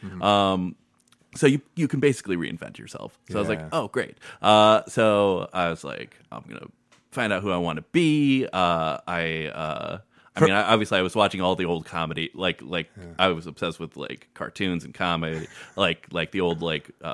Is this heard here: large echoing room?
no